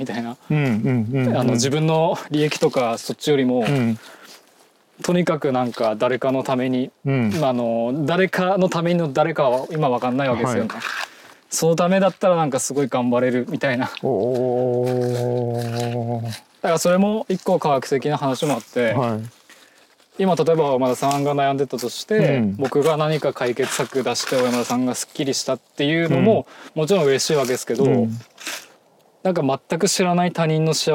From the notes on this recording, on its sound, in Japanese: 森の中を歩きながらおしゃべりしました。気持ち良い秋晴れの森の中。